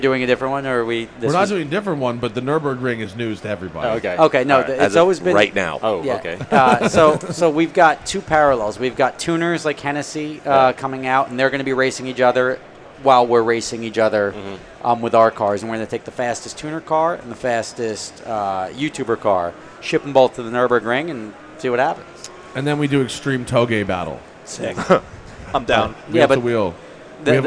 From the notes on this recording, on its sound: Recorded live from the show floor at SEMA, this episode covers a lot of ground.